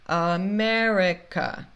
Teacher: A primeira sílaba e essa última sílaba são sílabas fracas, por isso a gente fala America.